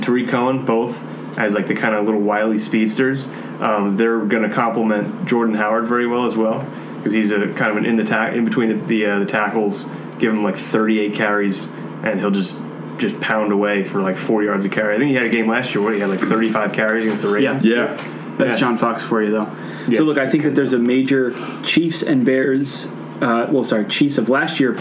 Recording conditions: background noise